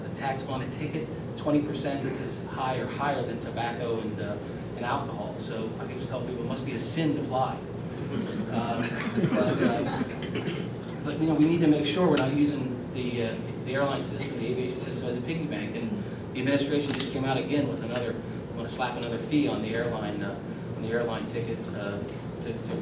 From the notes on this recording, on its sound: WASHINGTON, D.C. A speech to a breakfast meeting of The Ripon Society.